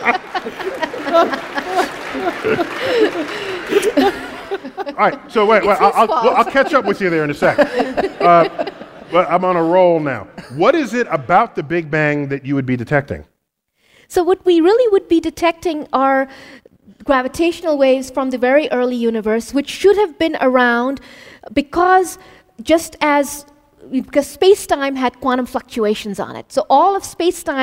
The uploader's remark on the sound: Recorded live at the Count Basie Theatre, Red Bank, NJ.